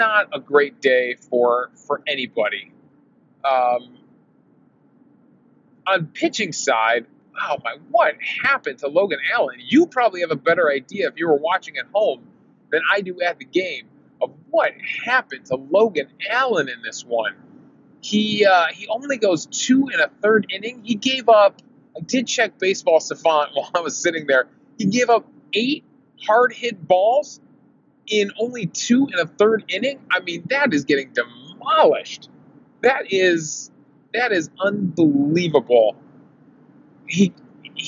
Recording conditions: inside a vehicle